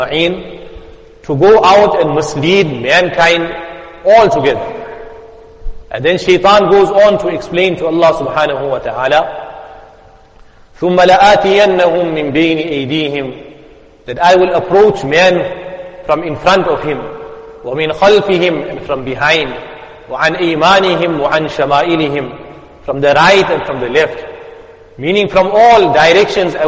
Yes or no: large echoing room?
yes